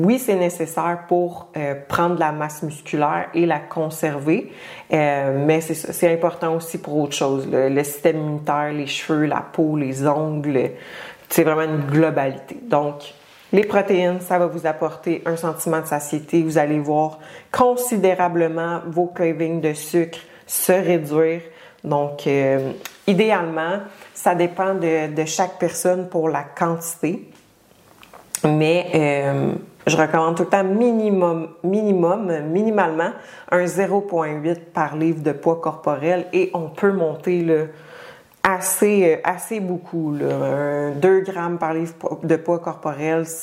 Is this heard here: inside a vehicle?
no